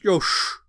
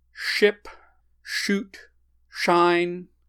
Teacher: Just if you are a native English speaker, just make a shushing sound and you'll see it. You go sh, and you will automatically round your lips. · Term: lip rounding